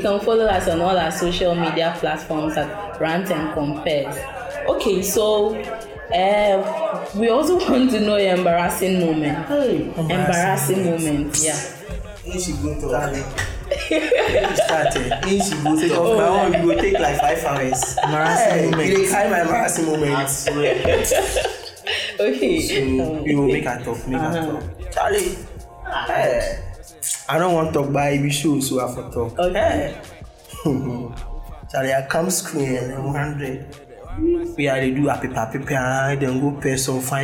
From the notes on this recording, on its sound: Sorry for the background noise. This episode was recorded on campus.